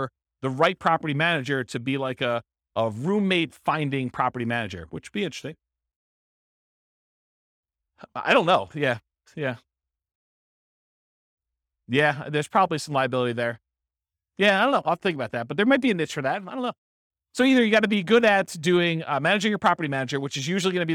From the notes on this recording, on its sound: This was a live class recorded